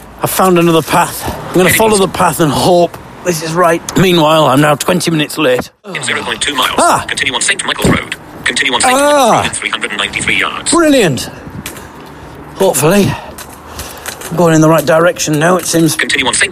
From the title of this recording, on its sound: Live From A Freezing Wet Piss-filled Underpass in Northampton